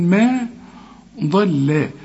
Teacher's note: الضاد هي المفخمة والميم واللام هنرققهم